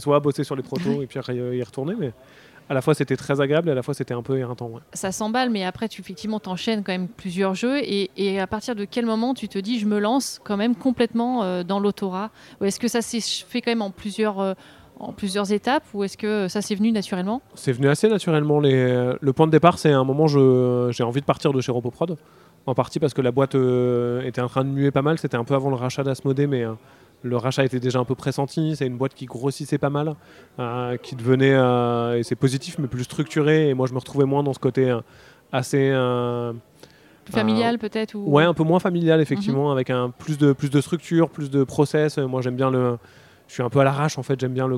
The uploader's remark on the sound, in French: Rencontre lors du Festival Paris Est Ludique 2023.